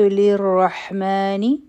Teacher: د حا نه مخکې چې کومه را ده دا به غټه ویلې کیږي